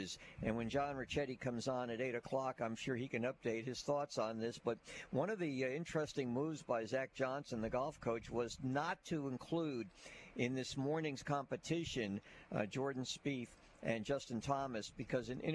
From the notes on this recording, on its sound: High School Gameday at St. Michael. LIVE at SMCHS!